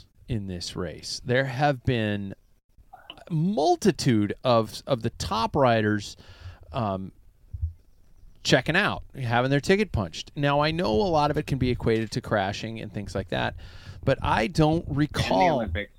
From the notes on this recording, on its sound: The Packfiller - On The Road. Well, we are definitely roughing out this episode. From the Packfiller Mobile Studio (it is actually an RV), with a few glitches that came along the way.